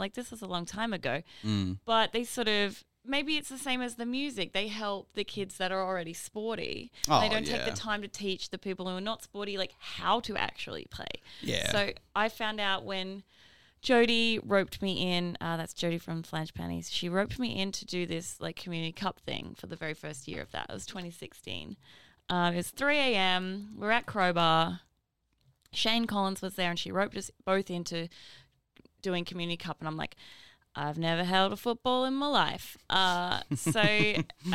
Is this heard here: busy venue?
no